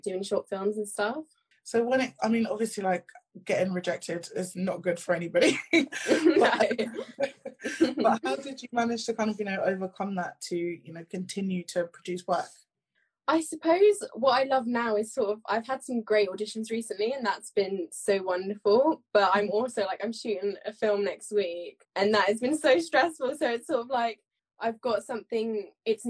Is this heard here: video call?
yes